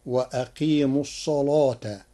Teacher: قرأ ورش كلمة الصلاة بتغليظ اللام لوجود الصاد المفخمة قبلها فتصير وأقيموا الصلاة.